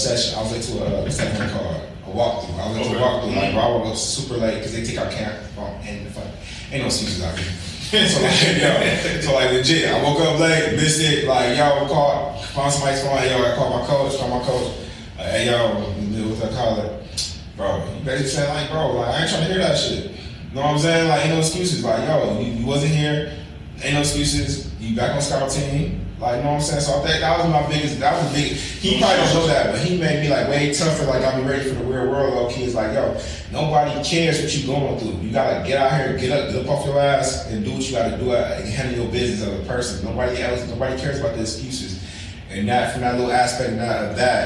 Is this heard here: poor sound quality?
yes